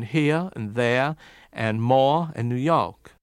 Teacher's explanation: those R's after vowels dropped in different ways